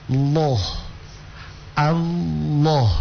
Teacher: Kalau ada tulisan Allah ya, tulisan Allah baru sebelum kata Allah itu harokahnya berharokah fathah atau dhamma, maka otomatis lamnya ditebalkan. Lamnya ditebalkan berarti naikkan pangkal lidahnya.